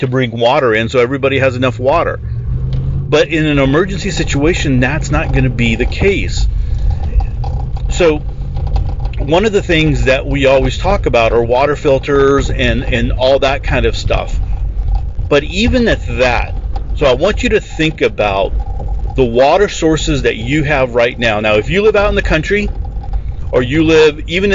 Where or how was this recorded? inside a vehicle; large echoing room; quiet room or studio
inside a vehicle